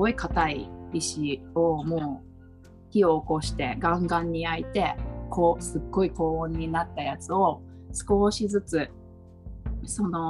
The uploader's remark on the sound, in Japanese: 3人でリモート収録でお届けします。